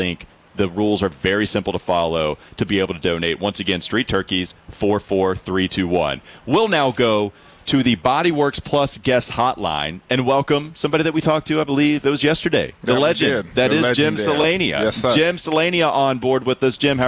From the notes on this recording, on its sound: The guys finish up their show live from WFNZ's Street Turkeys event.